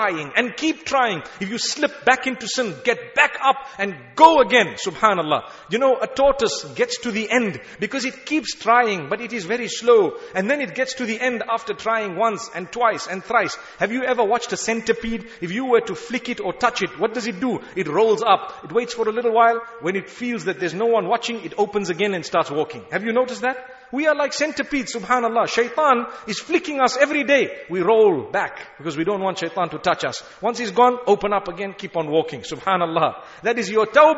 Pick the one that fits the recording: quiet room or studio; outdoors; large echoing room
large echoing room